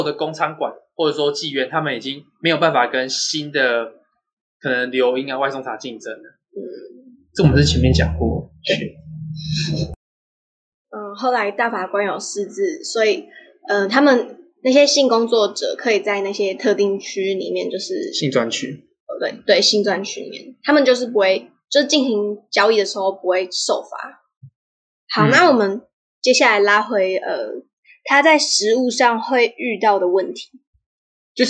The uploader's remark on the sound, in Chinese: 下期品質會提升的(收音品質也會的